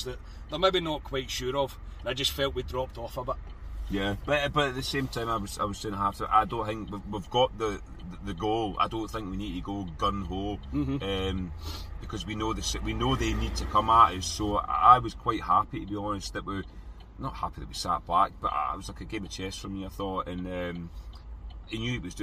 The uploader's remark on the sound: Our reaction from the car after leaving Ibrox.